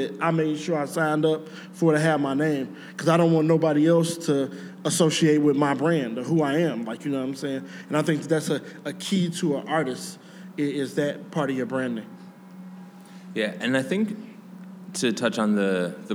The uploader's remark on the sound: In a live panel recorded during the City of Chicago's Lake FX conference